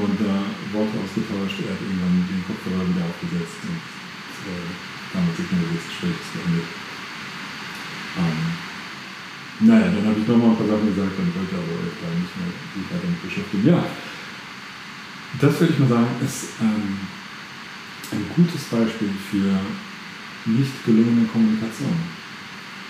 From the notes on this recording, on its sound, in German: Nochmals sorry für die Tonqualität heute.